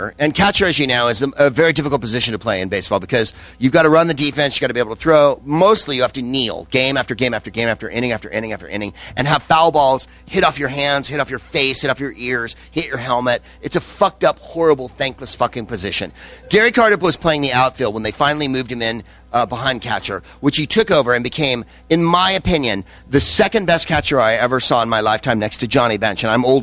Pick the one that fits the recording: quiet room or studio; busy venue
busy venue